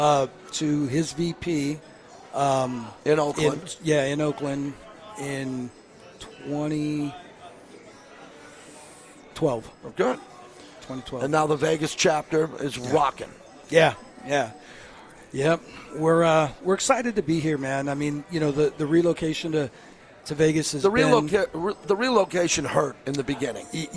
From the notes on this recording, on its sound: LIVE FROM CAESAR'S PALACE